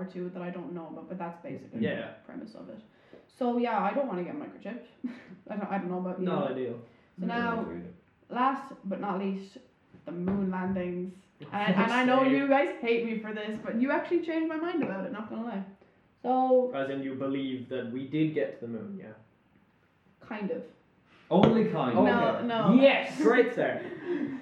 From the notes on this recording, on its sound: audio quality still a little shit